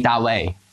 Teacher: Úplně stejně v čínštině, tak tady mi říkají Ta way. Protože za prvé čínština nemá naše české znělé D, takže říkají Ta. A čínština ani nezná uh, eh, labiodentální V a nezná ani slabiků vid.